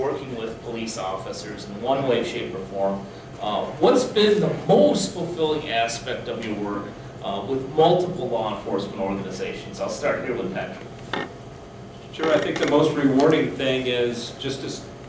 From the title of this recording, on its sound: On the Scene at the 16th Annual Police Officers’ CU Conference